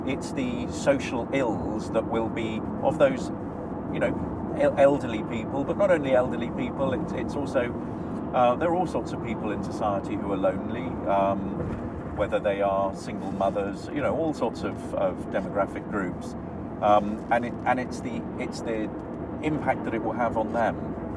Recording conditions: inside a vehicle